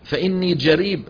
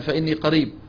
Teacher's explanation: قلب القاف إيش؟ جيم، كما هو في مناطق العراق وشبه الجزيرة العربية · Shown in: first take